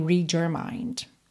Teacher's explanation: Palavra que termina em D. Quando junta com your, fica esse jor, jor.